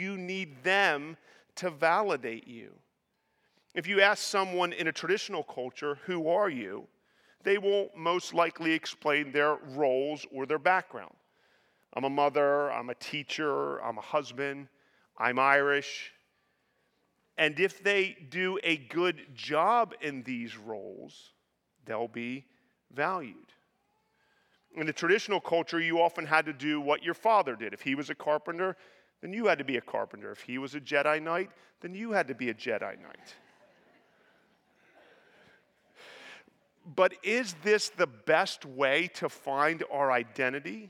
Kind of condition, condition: setting, large echoing room